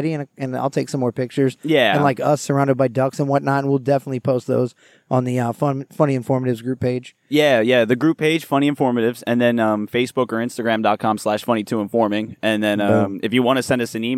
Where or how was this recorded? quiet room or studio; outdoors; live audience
outdoors